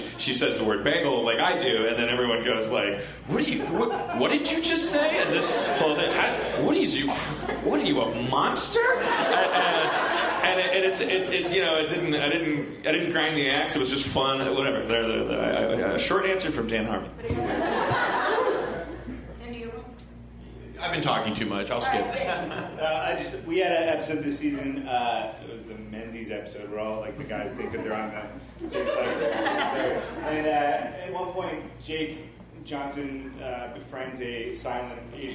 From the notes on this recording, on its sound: Structure of a Sitcom and Rise of the Anti-Sitcom panel from ATX Television Festival.